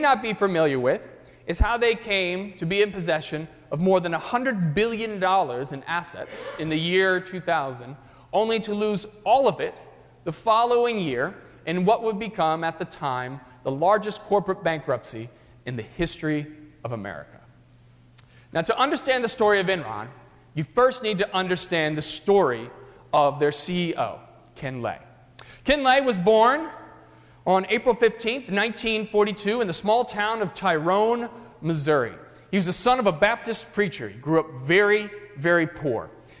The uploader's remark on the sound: during the 9:30 AM service on Sunday March 3, 2018, at First Presbyterian Church of Arlington Heights, Illinois.